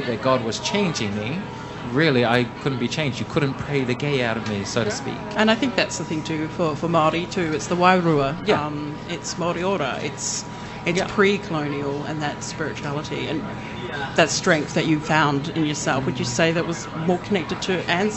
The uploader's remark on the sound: PX Whanau Radio live from the streets.